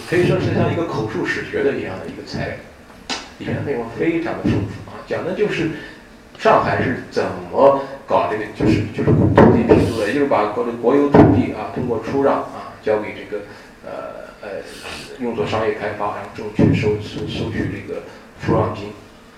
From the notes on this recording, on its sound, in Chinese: 本系列音频是由“复兴论坛”系列讲座录音整理而成